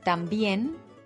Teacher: se acentúa en la última sílaba. Es aguda y termina en N.